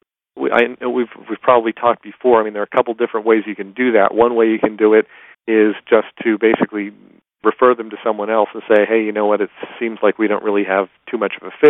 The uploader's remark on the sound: Excerpt from a live Top Secrets teleconference.